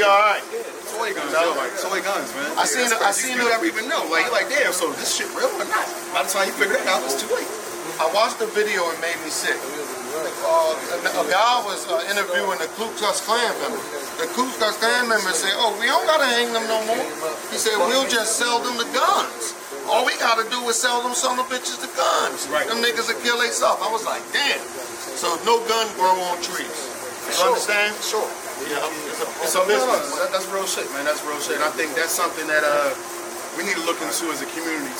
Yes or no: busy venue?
yes